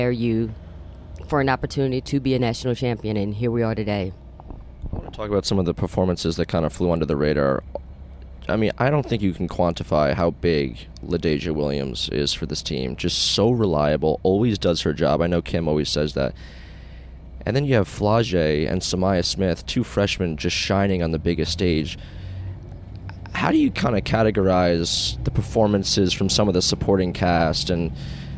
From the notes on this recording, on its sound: On the bus ride to the airport